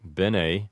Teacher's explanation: an English speaker might shorten the first E in bene and pronounce it like bene.